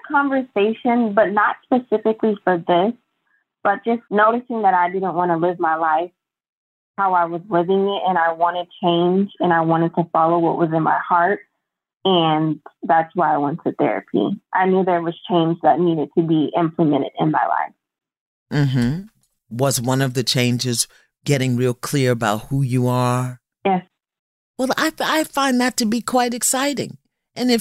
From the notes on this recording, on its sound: Two women call in with breakdowns in relationship with their own sisters.